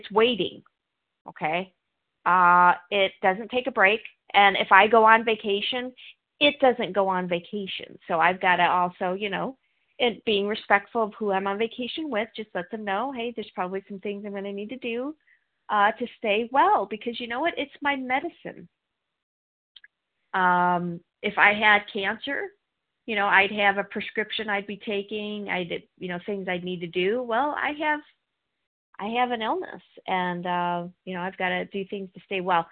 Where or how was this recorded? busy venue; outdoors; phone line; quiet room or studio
phone line